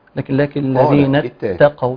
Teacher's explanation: ترقيق التاء، لكن الذين اتقوا ربهم، نحذر من تفخيم التاء الأولى من التائين في التاء المشددة